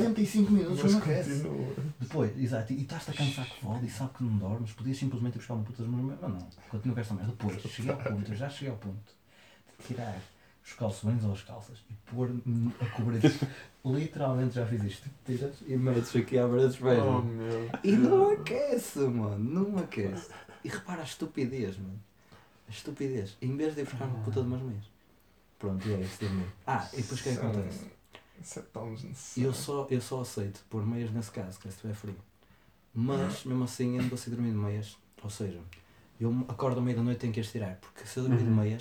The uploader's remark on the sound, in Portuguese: A gravação fantasma que deu início a todo este projeto. Peço desculpa pelo volume abaixo do normal neste episódio, mas não foi gravado com consciência.